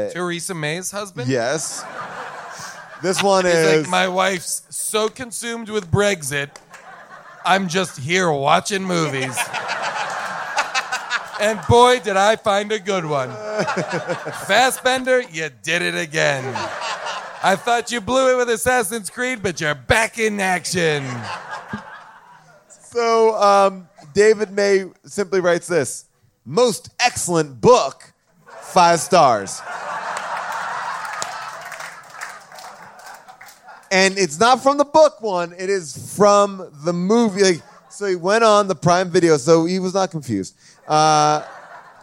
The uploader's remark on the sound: LIVE from Largo in Los Angeles